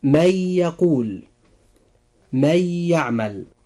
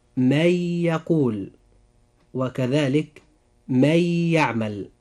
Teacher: وقع بعد النون الساكنة حرف الياء، وهو من حروف الإدغام بغنة، فنقول: من يقول، وكذلك من يعمل.